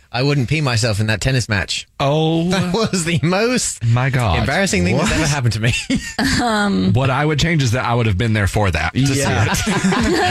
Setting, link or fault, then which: link, phone line